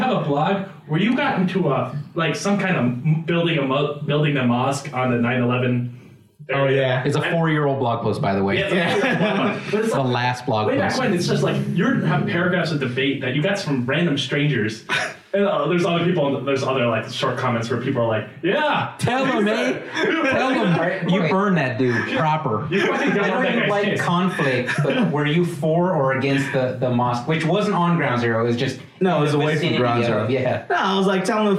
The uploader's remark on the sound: Hear the new, half-quality, audio clarity